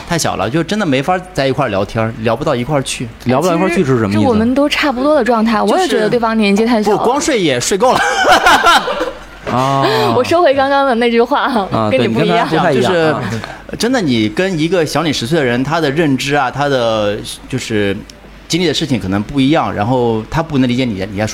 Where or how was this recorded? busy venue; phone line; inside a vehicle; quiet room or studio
busy venue